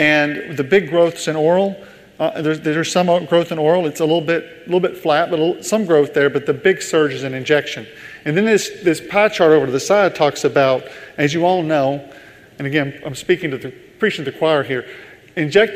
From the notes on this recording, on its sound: In this leadership keynote, first recorded at the 2019 PODD: Partnership Opportunities in Drug Delivery conference